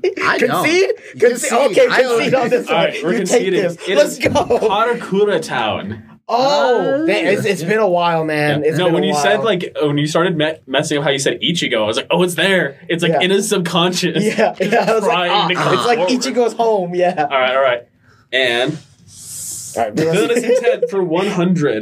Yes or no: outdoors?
no